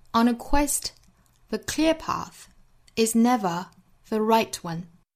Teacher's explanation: Clear, right 要把有对比性的两个词读得更重一些